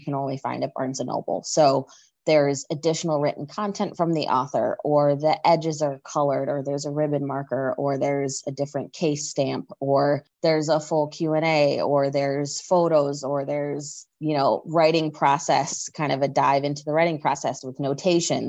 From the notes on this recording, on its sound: We met via Zoom